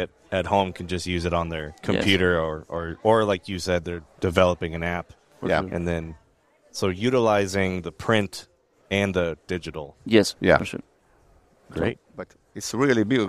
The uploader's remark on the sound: from the LCMS National Convention